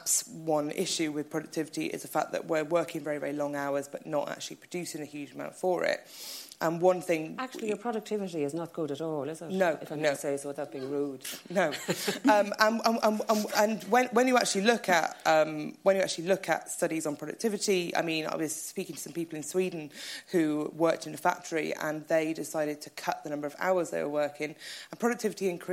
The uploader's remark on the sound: As part of the Mountains to Sea book festival’s International Women’s Day event at the LexIcon in Dun Laoghaire